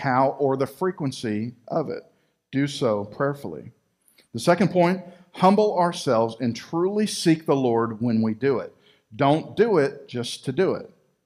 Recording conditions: large echoing room